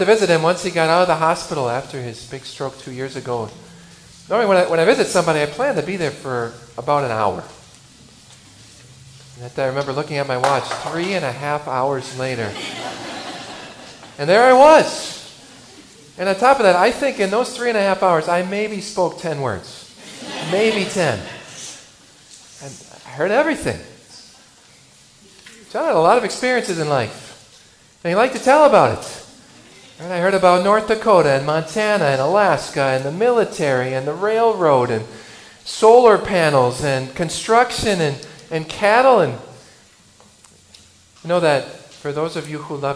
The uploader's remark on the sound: I preached for the funeral of a dear Christian man from our congregation.